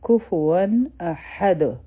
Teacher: چې کم د نون ساکن آواز دی په تنوین کې هغه به ظاهروو · Term: اظهار